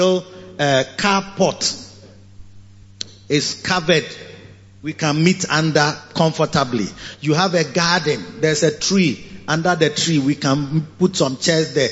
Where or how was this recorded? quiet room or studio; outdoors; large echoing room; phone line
large echoing room